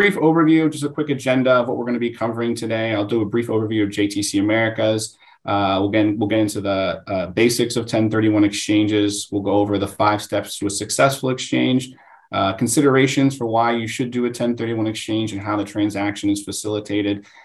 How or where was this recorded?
video call